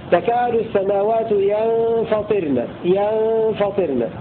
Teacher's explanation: بالنون ساكنة وكسر الطاء مخففة